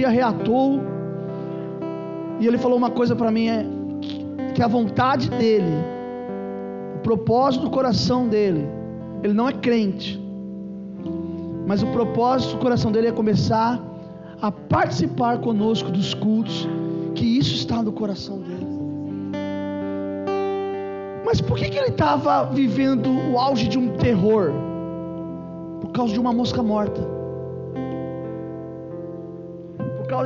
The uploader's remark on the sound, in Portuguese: Culto gravado em 03/04/2022 durante culto da familia